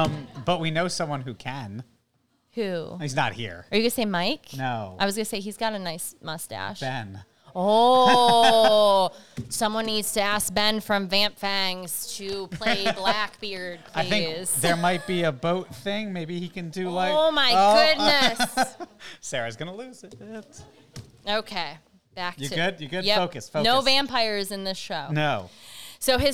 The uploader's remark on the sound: LIVE from Diehl Marcus & Company on July 11th